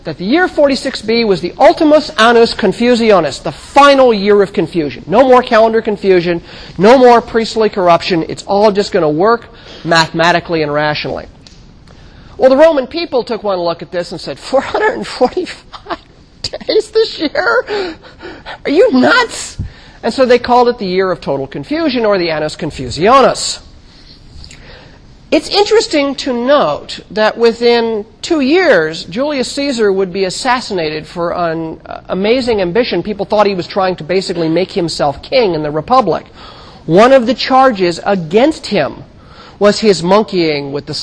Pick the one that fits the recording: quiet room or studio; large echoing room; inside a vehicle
large echoing room